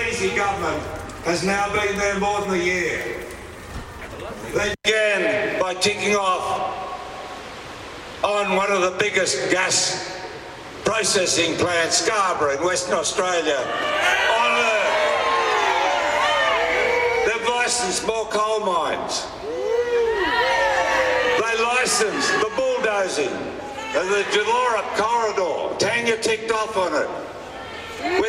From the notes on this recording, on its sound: Outside with a large vociferous crowd of people. Inside with the Labor Environment Action Network (LEAN) team.